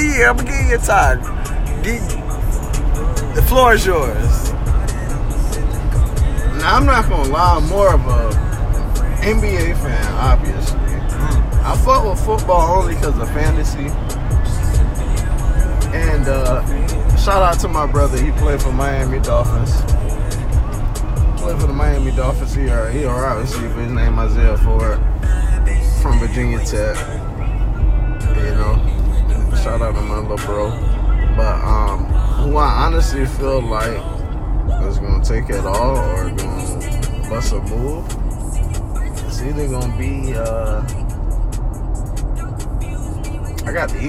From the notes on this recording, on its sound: coming LIVE from the Humbly Mobile